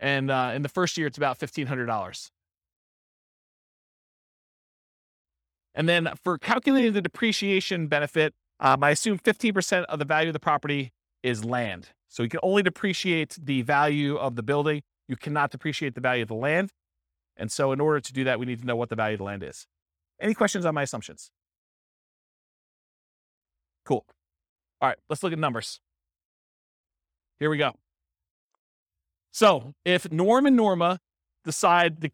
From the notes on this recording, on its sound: This was a live class recorded